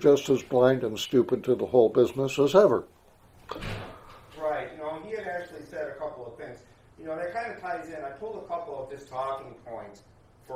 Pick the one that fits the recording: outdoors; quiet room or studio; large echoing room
large echoing room